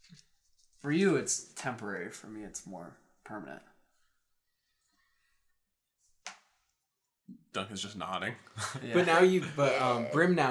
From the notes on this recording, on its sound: the audio quality is a little lower